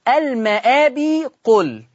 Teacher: كلمة المآب لما وصلها بما بعدها فيها مد بدل، فيها 2 و4 و6 حركات زي ما انتم عارفين مذهب ورش في مد البدل 2 و4 و6.